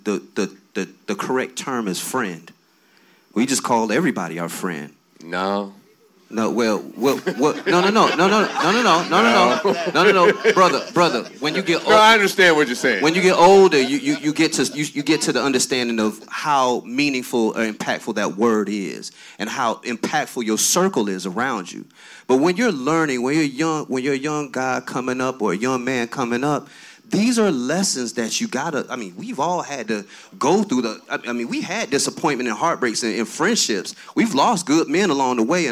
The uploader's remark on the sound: Men's Mental Health Panel. The fellas talked for over an hour and then held a Q & A session with the audience.